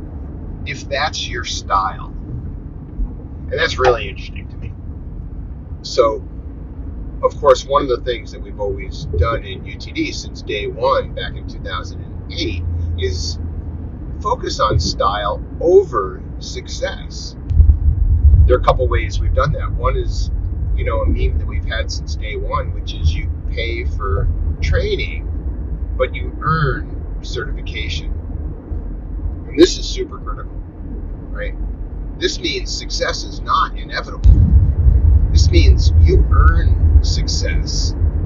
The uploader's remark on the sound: Carcast. A monologue I recorded in my car. After I apologize for the crappy audio quality.